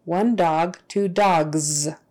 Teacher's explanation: If the word ends in a consonant that is voiced, like G, you're going to use the Z pronunciation.